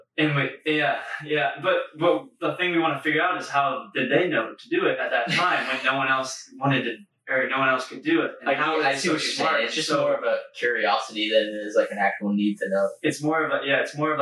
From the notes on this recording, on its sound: Please excuse the audio on this one as somehow the software lost our audio from the mic's and we had to go off of the camera audio.